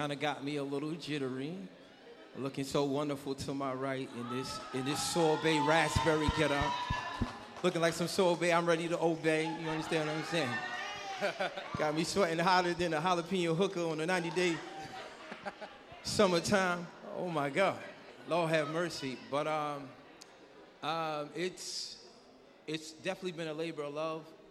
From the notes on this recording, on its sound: Live at the 7th annual Black Diamond Weekend in Norfolk, Virginia.